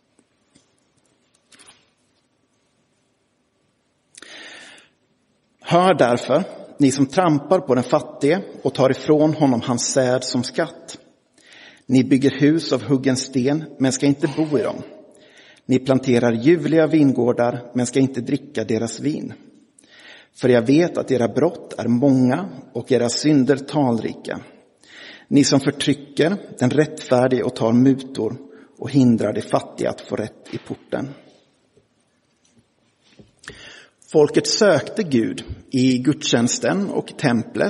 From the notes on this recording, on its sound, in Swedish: Inspelad i Roseniuskyrkan den 10 september 2023.